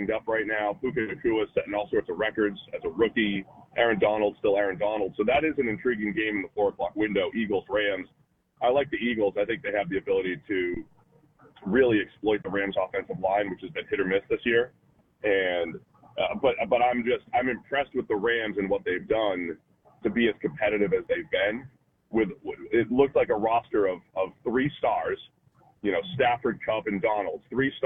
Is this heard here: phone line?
yes